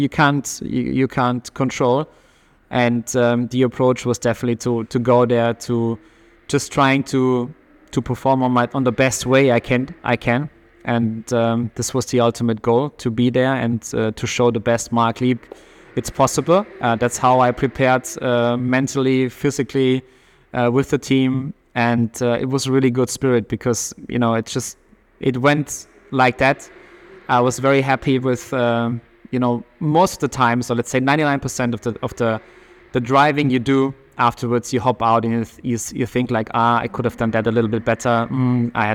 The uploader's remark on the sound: Live from the Porsche garage at Le Mans. Live from the 100th 24 Hours of Le Mans.